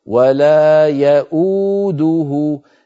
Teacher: أنطق همزة مضمومة وبعدها واو ولا يؤوده، لكن العرب لم تكن تجمع في الخط بين واوين، لذلك العلماء وضعوا الهمزة بين الياء والواو، لو رأيتم يؤوده كيف مكتوبة عندكم تجدون بأن الهمزة بين الياء والواو، بين الياء والواو، والواو المكتوبة هي المنطوقة يؤوده.